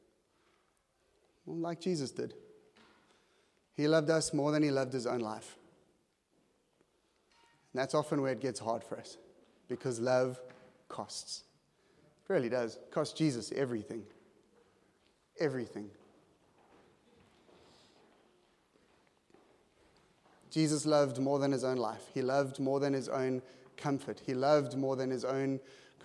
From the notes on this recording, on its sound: at Joshua Generation Church Milnerton congregation